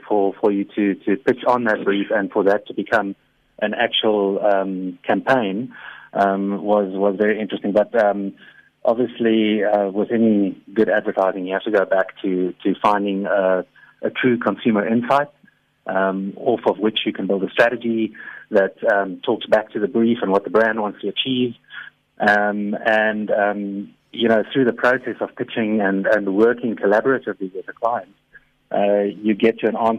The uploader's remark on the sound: GUEST (Phone)